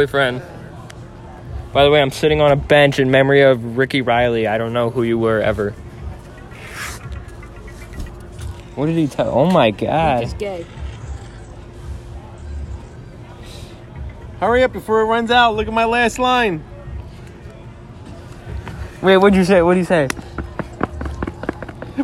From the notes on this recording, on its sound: Walking around Lake George… at night.